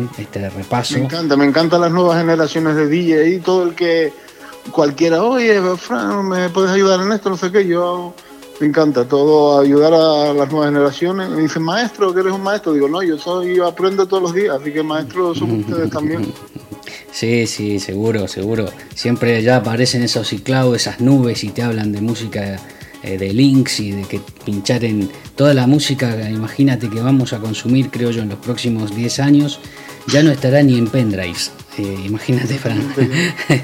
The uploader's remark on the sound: It is a radio podcast, recorded in Tenerife, Canary Islands. Telephone interviews with djs, promoters and businessmen.